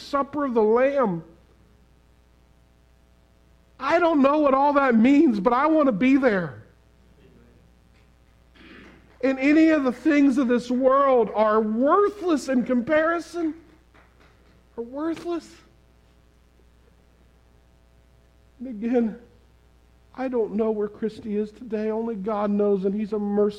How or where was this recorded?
large echoing room